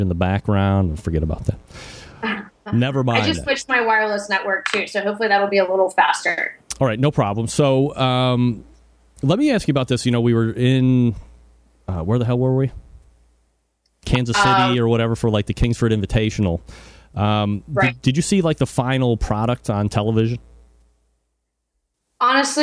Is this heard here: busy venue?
no